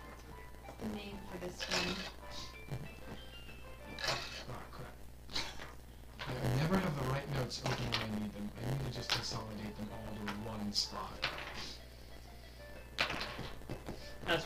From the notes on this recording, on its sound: sorry for all the static.